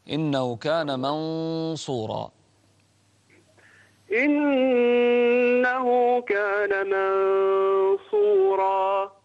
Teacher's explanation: الغنة في منصورة مفخمة لأن الحرف الصاد مفخم